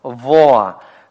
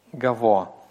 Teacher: Ну и даже слышится-то, в общем-то, не совсем два слога, а слышится дифтонг. То есть у нас просто один гласный переходит в другой. · Shown in: second take · Он не два отдельных слога. · Term: беглый патах